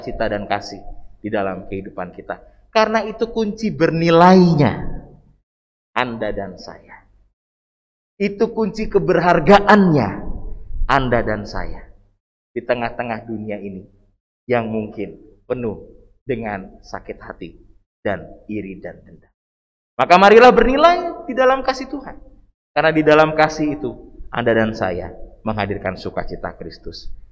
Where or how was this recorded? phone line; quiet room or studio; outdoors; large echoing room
large echoing room